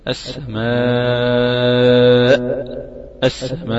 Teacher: أجعل اللسان مستفلا عند النطق بالألف، مقدمته ومؤخرته، اللسان مستفل في أقصى الاستفال، يبقى مستقر في قاع الفم. أقول مثلا السماء، السماء، استفالة الفم ده هيساعدك يعني مساعدة كبيرة جدا انك انت تفتح الفم فتحا طوليا وليس فتحا عرضيا.